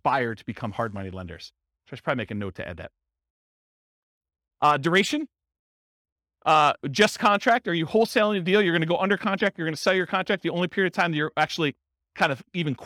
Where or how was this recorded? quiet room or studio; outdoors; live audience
live audience